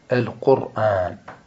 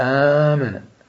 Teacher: تمد الهمزة مدا طبيعيا ما تمدها مدا مشبعا بخلاف آمن تمدها مدا متوسط